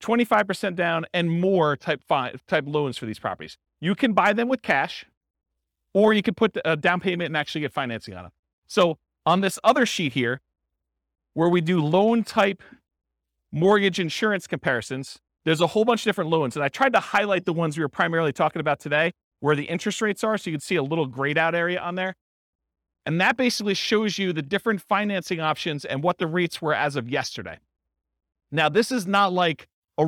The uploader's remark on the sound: This was a live class recorded